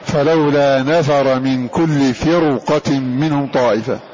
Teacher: هل الراء هنا سبقت بكسر صحيح وهي ساكنة لكن وقع بعدها حرف استعلاء مصاحب لها فهذه تفخم هذه الراء